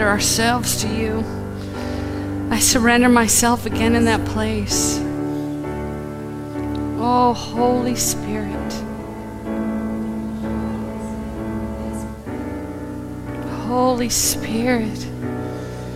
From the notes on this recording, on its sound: Live from The Summit Church in Dover, OH